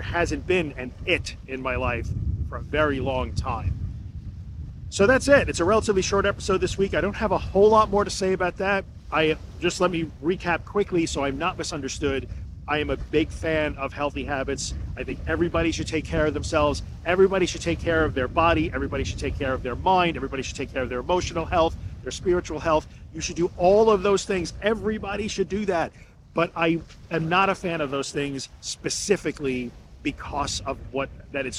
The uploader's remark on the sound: This episode was recorded on a beach by myself in a spot where my cell/mobile phone gets no signal, where there were no people to save me if I needed to be saved, and where I was far from help.